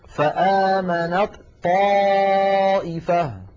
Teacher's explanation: كذلك قوله تعالى آمنت طائفة، فآمنت طائفة من بني إسرائيل، فآمنت هذه تاء وهي من مخرج الطاء، فإذا وصلنا كلمة آمنت مع كلمة طائفة نحول التاء إلى طاء ثم ندغم الطاء الأولى في الثانية ويصير النطق هكذا، فآمنت طائفة، فآمنت طاء ولا يبقى للتاء أثر.